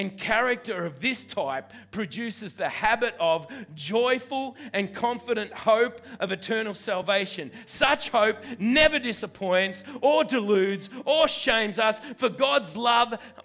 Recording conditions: live audience